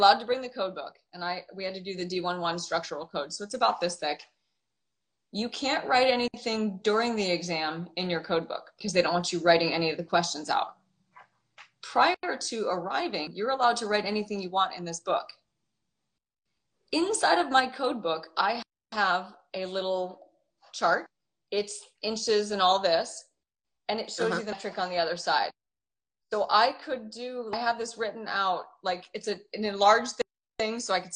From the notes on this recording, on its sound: Sadly we had technical difficulties and our live got cut short